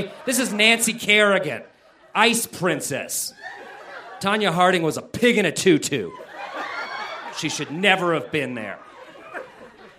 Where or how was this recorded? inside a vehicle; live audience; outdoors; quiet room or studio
live audience